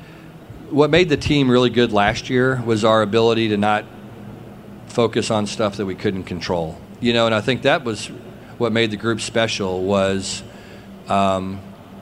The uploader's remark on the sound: press conference at Big 12 Football Media Days